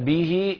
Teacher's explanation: ويشبع كسرة الهاء بمقدار حركتين، وهذا يسمى مد صلة صغرى